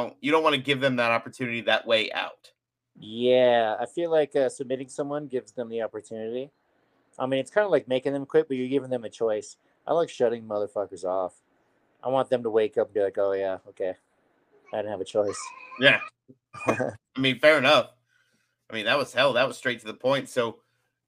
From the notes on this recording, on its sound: Connection issues aside, which were kinda fixed in post production